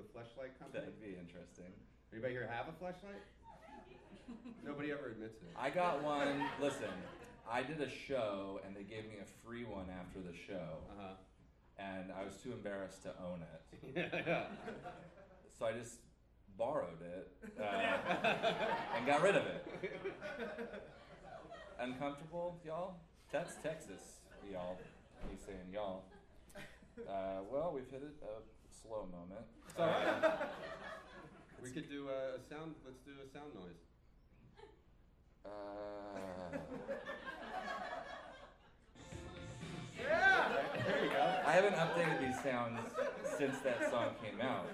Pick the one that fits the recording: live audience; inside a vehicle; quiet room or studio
live audience